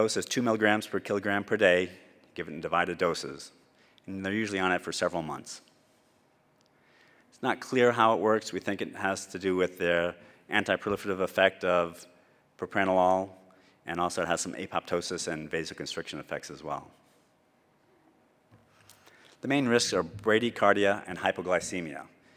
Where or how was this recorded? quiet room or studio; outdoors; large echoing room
large echoing room